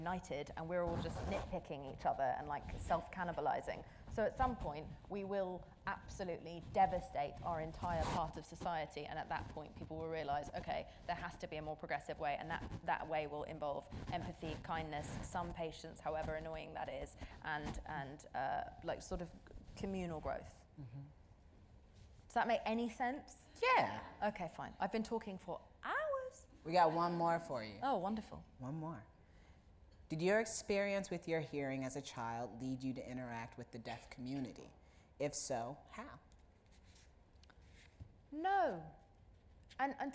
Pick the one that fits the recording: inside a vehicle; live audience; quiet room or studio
live audience